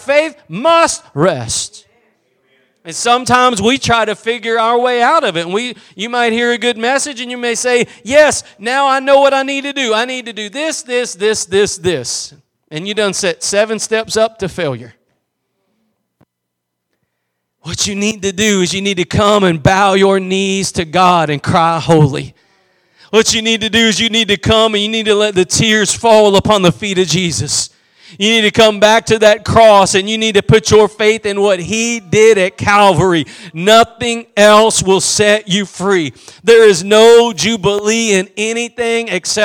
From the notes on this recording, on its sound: Preached at Gospel Lighthouse in Bossier City, La.